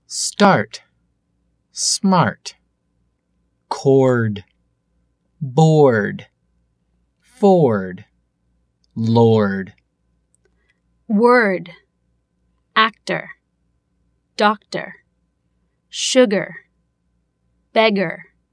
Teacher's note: Буква R, в отличие от британского варианта, произносится, хотя и не в полную силу, но отчетливо, в положении между гласной и согласной, а также на конце слова.